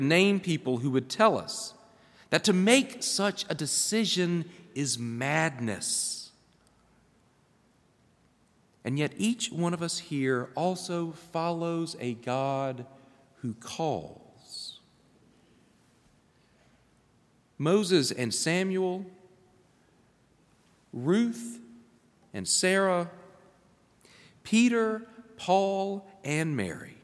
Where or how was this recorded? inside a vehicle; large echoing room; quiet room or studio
large echoing room